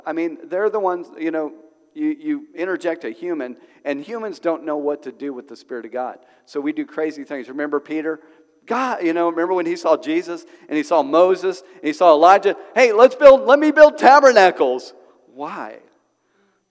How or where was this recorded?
large echoing room